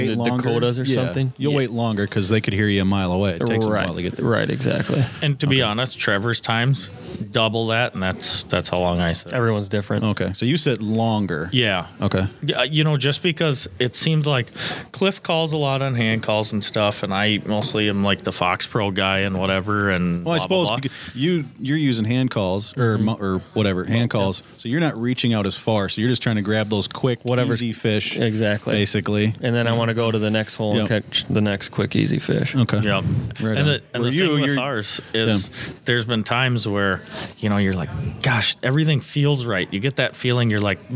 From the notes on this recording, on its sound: We our on location with the board members for the West Metro Coyote Tournament